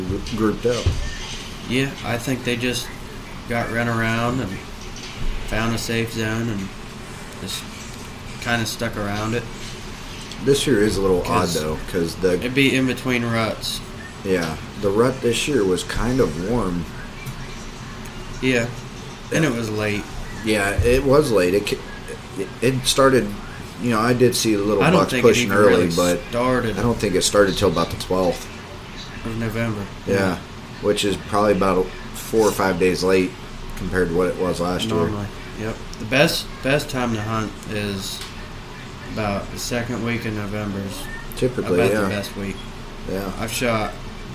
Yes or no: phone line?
no